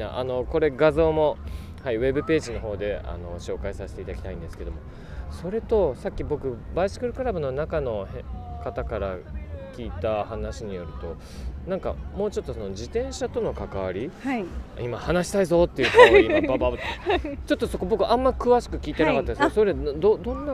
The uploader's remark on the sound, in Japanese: 会場に押し寄せる来場者は2日目にさらに増加。レースもイベントも飲食も、行列と歓声にあふれたあたたかい会場となった。賑わう出展ブースから生の声を収録してきた。収録地： さいたま市 秋ヶ瀬公園 バイクロア会場。収録機材： ZOOM F3 (レコーダー)、 ZOOM ZSG-1, AKG D5（マイク）。